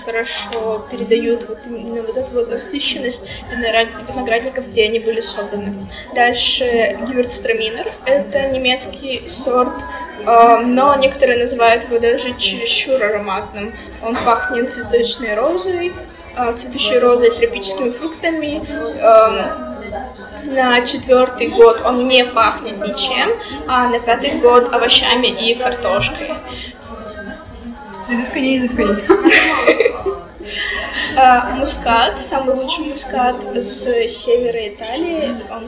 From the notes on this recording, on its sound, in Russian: Кофейня Характер (спасибо им за локацию!) слишком прекрасна и помимо нас там были еще посетители. Именно по этой причине звук не идеален.